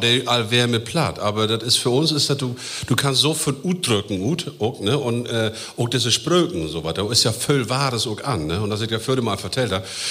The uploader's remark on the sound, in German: Auch mit dabei, Publikum. Applauswillig und in Feierlaune.